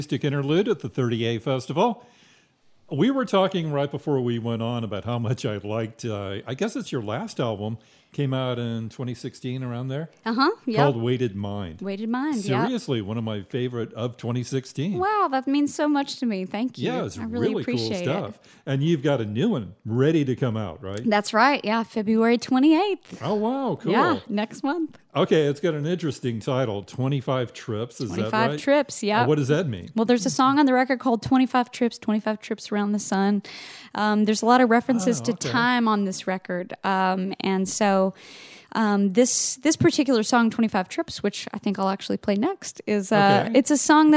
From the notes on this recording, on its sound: From the 2020 30A Songwriters Festival.